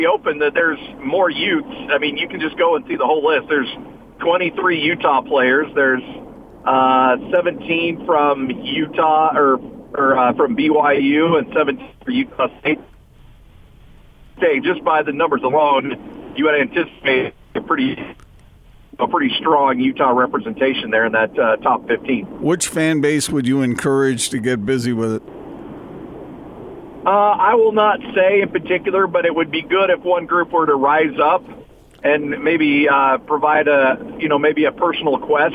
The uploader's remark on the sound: call in to the show